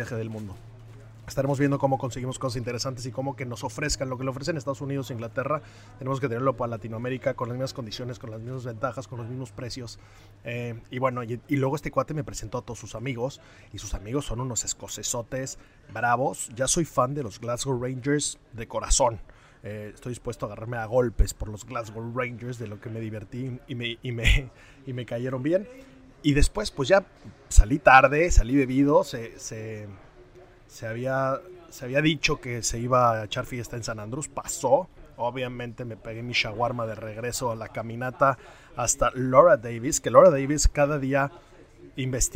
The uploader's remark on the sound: Live From The OPEN